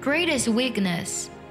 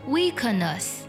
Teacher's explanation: 读 weak 的时候可要做一个不完全爆破 · Shown in: first take